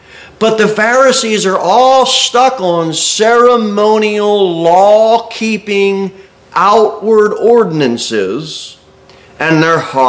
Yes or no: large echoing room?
yes